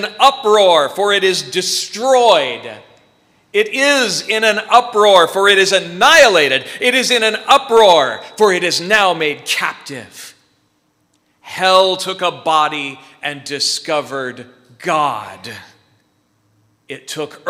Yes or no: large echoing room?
yes